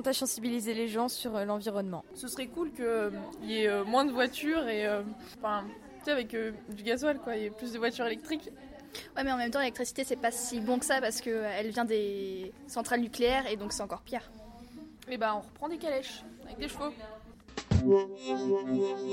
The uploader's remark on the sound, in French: Emission réalisée par l'équipe de Webmargot en direct du foyer.